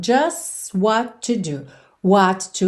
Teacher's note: Então, just what to do. What to, mais uma vez, você junta num T só.